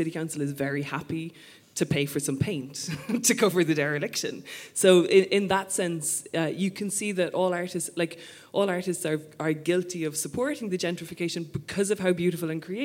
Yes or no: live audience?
yes